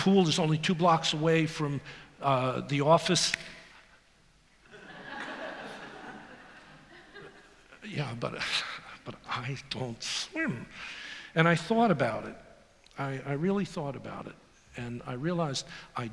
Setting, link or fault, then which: setting, live audience